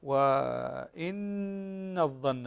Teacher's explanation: النون مشددة تغنى بمقدار حركتين